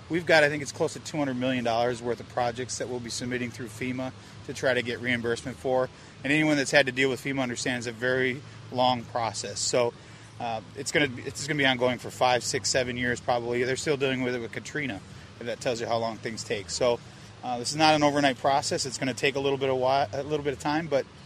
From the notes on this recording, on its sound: While walking the beaches of Fort Myers.